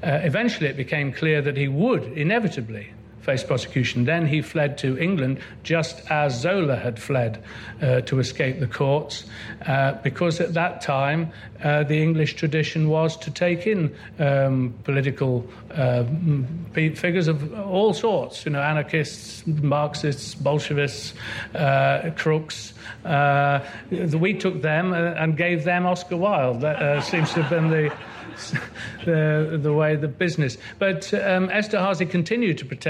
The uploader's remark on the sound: Recorded at Chalke Valley History Festival 2016.